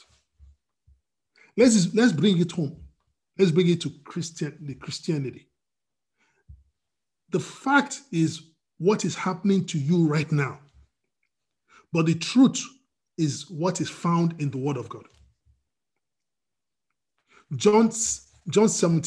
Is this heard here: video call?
yes